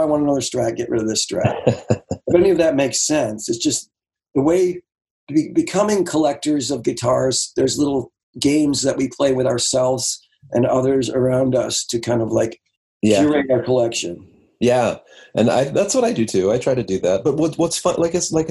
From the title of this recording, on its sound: remote ZOOM